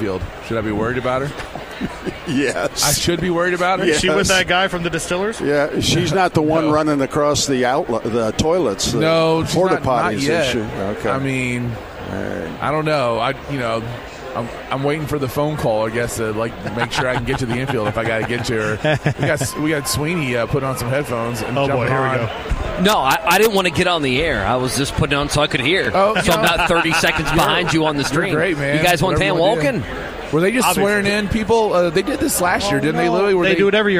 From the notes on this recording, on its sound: Live from Churchill Downs.